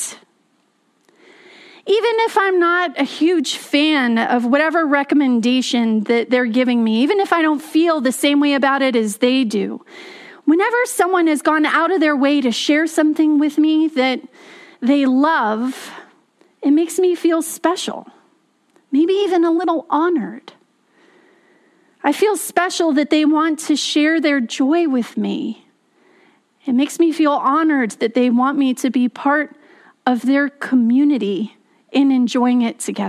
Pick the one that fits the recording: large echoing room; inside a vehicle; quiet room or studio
large echoing room